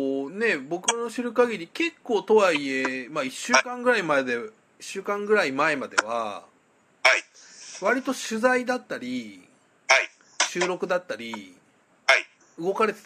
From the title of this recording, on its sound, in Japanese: テレワークで収録やってみた